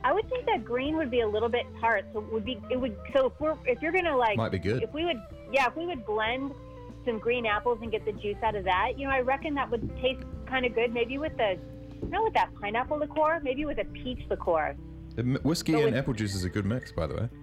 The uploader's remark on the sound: Jump on the phone.